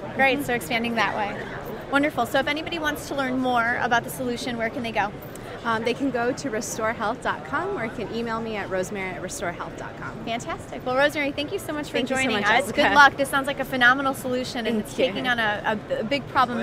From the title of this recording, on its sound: LIVE from #HiMSS17